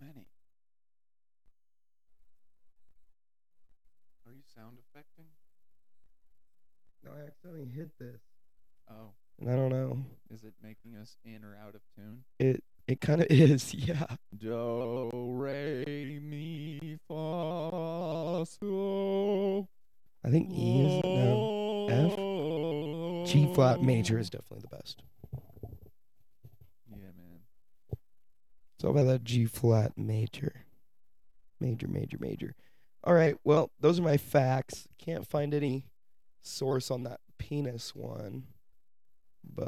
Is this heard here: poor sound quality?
yes